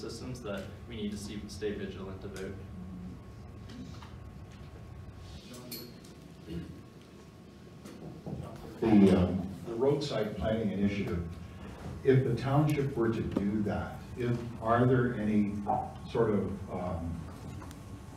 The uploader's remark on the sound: A keynote I gave on March 20, 2019